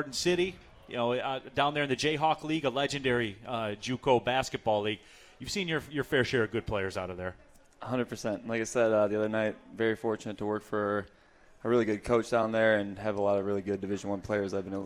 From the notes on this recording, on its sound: live from RJs Pub in Rochester Hills!